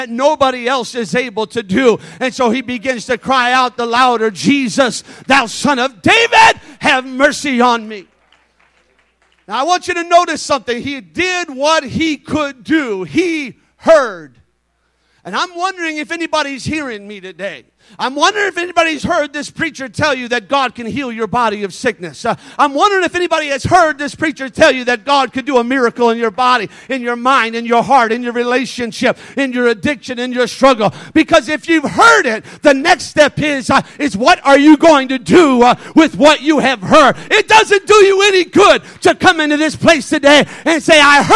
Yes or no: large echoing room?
yes